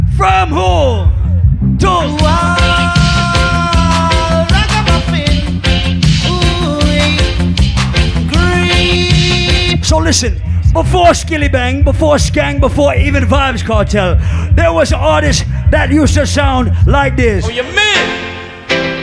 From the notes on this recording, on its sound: Live audio recording of my set at island saturdays